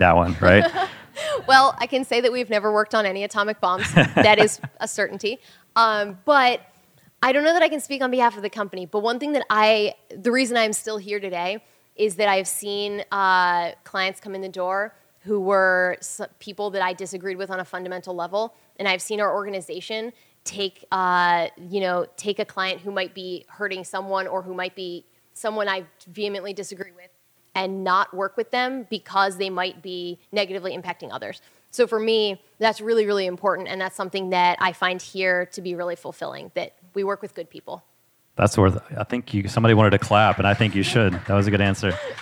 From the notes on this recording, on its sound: All in front of a live audience in DC.